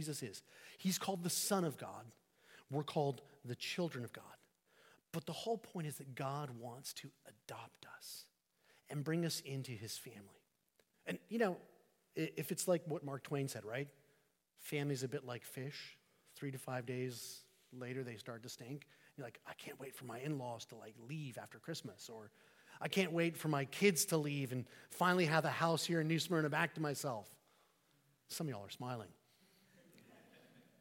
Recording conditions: large echoing room